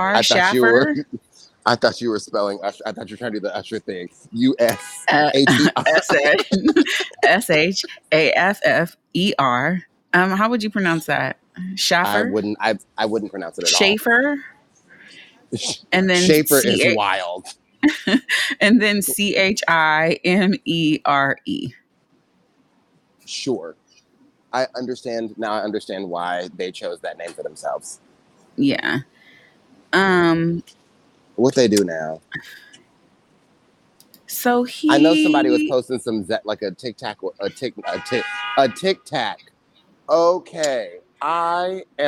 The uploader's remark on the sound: There's a WTT classic feel to this episode including the sounds of the streets of NYC and some technical issues.